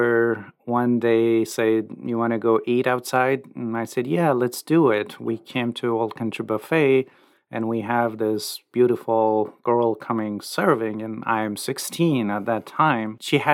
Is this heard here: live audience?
no